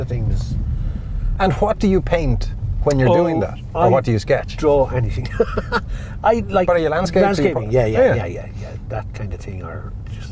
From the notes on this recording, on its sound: On the road. A chat and a drive through the heart of the Liberties in Dublin City.